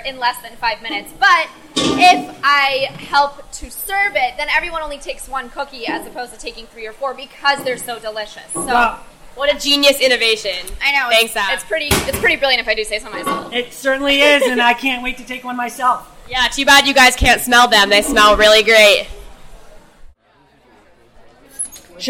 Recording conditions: busy venue